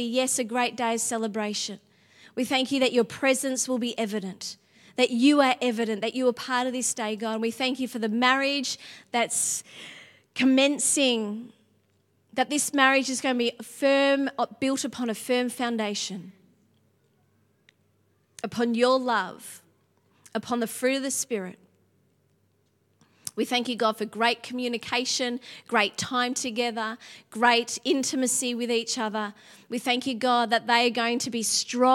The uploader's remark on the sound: Sunday January 22 Echo Church Melbourne